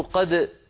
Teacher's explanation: العرب تقول قد وتظهر الدال وتقلقلها